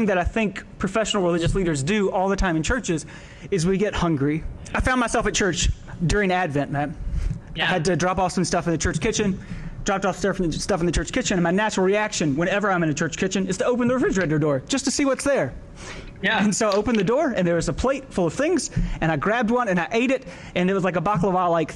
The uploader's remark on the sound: Live from Chicago and the 2016 Lutheran Student Movement National Gathering.